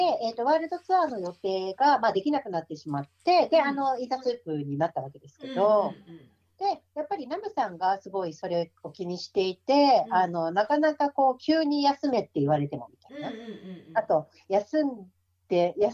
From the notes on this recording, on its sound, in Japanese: 今回もリモートでの収録となっているため、聴きにくい箇所があるかもしれませんが、ご了承いただければ幸いです。32分あたりから、聞き取りにくい部分がございます。